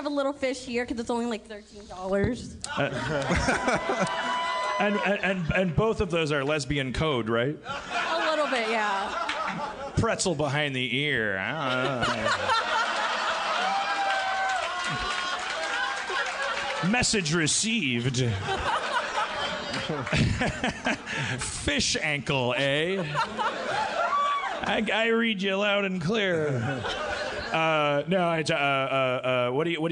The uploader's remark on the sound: LIVE From Magic City Comic Con